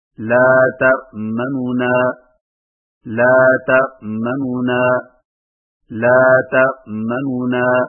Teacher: لا تأمننا لا تأمننا لا تأمننا دوسرا طریقہ یہ ہے کہ دو نونوں سے پڑھیں لیکن پہلے نون کی پیش کو جلدی سے پڑھیں